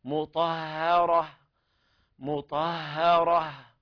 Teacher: نخلص الهاء من التفخيم، من استعلاء الطاء قبلها والراء بعدها. مطهرة، مطهرة، والوقف على التاء المربوطة بالهاء كما بينت.